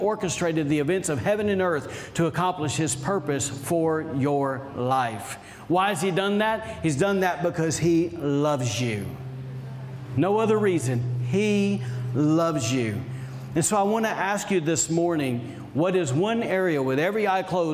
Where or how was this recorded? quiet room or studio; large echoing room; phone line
large echoing room